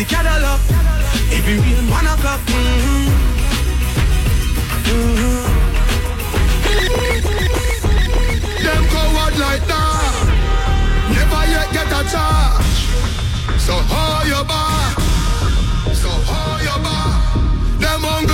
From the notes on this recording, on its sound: Sugar Daddys live to air Z 1035. Thursdays live on Z1035 fm from Sugar Daddys nightclub.